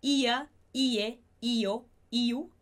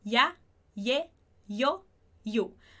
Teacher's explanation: Em espanhol, a gente vai falar ya, ye, yo, iu. A gente vai dar mais foco para outra vogal e não para i. · Shown in: second take